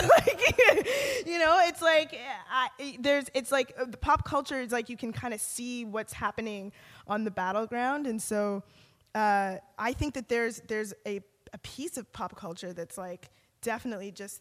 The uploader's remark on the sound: live show, hosted by the YWCA in Hamilton